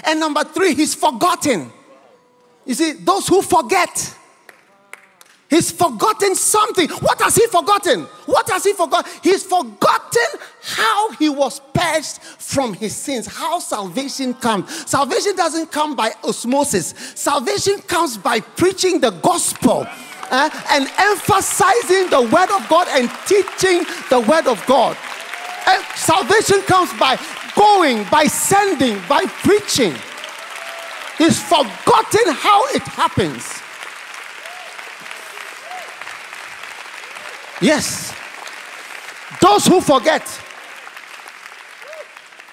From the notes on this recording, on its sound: Preached at The City Harvest Church, Singapore.